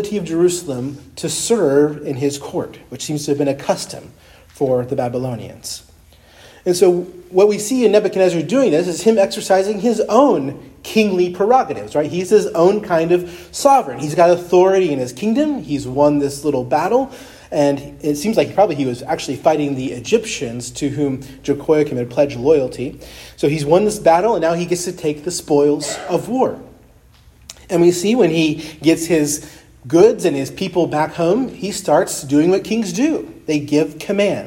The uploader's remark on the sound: preached at Christ Our Savior Baptist Church on Sunday, April 2, 2023